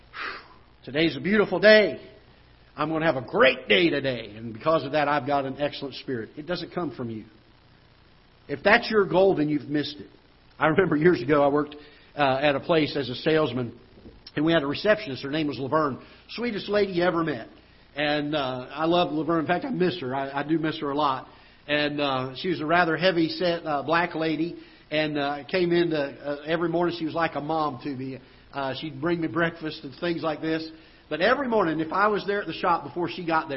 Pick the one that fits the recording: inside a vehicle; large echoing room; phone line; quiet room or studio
large echoing room